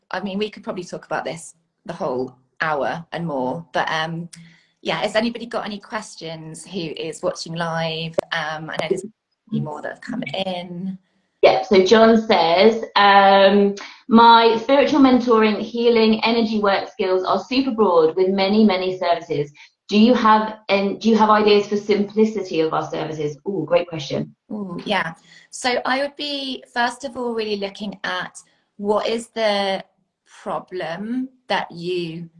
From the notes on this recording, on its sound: Welcome to the recording of this Instagram live